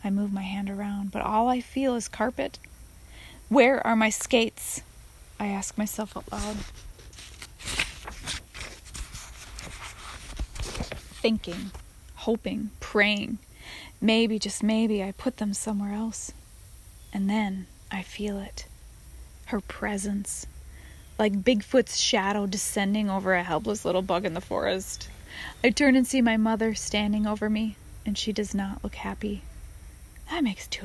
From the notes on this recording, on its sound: I’m on my patio and you will here lots of ambient noises.